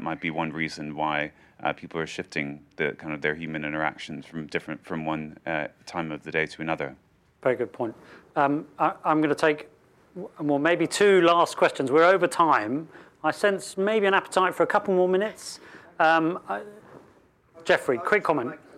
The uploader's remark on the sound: The Urbanisation Forum at Google HQ. A special recording of the Urbanisation forum on Connectivity, hosted by the Swedish Chamber of Commerce at Google's UK headquarters in King's Cross.